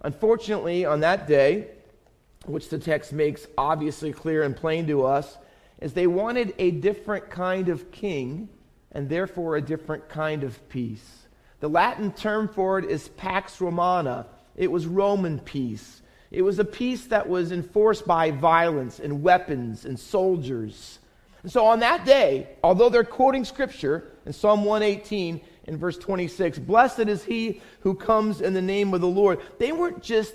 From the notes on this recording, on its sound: Faith Baptist Church in Hamilton, NJ.